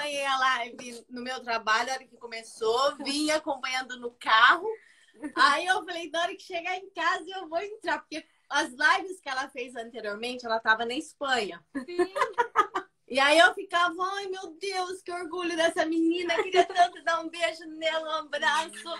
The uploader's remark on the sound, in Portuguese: Rolou uma live no meu instagram